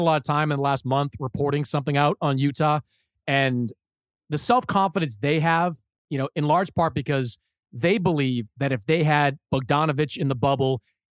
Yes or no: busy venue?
no